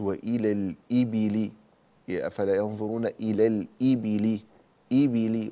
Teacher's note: ما أجمل أن كسرت الهمزة والباء كسرا كاملا، فقلت وإلى الإبل، أفلا ينظرون إلى الإبل، إبلي وليس إلى الإبل كما يفعل كثير.